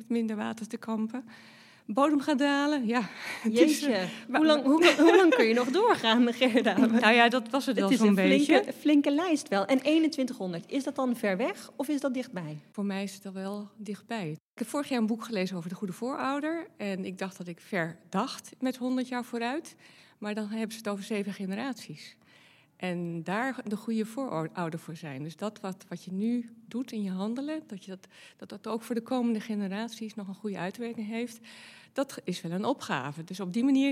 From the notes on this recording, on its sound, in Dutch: Iedere aflevering wordt in het bijzijn van publiek opgenomen.